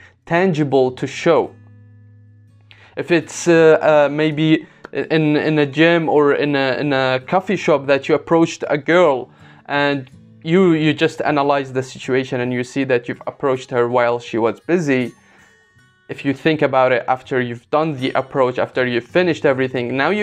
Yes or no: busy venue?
no